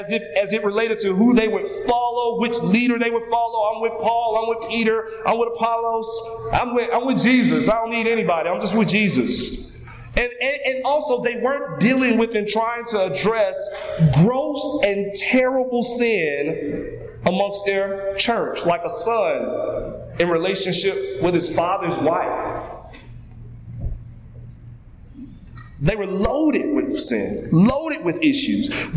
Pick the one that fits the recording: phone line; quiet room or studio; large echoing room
large echoing room